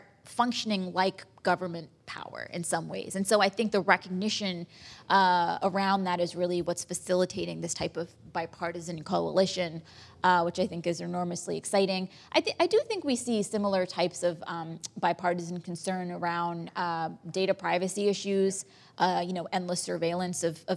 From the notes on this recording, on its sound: In front of a live audience at P&T Knitwear.